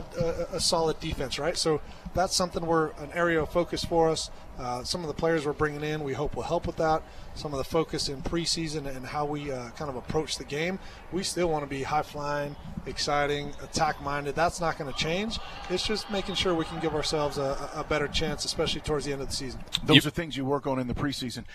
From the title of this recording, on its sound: LIVE from MBS!